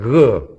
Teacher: There is no real strong g sound in Greek. It's g. It's a very light guttural